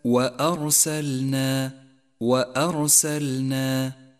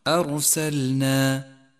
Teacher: اقرأ كلمة وأرسلنا وأرسلنا، وحاذر من تفخيم الهمزة، الهمزة حرف مرقق دائما، ولكن حاذر من تفخيمه هنا لأن الحرف الذي بعدها جاء مفخما وهو الراء، هذه الراء مفخمة لأنها جاءت ساكنة وقبلها مفتوح، ولذلك لونت بالأزرق الغامق أرسلنا.